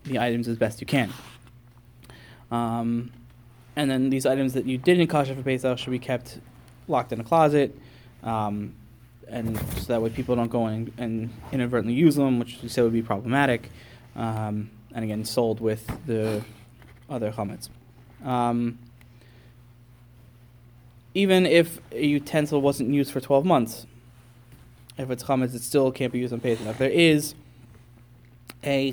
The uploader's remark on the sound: delivered to the Sephardic Minyan at Lower Merion Synagogue in Lower Merion, PA.